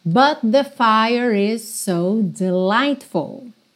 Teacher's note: Fire, o E final não é pronunciado. Fire is, você já junta no is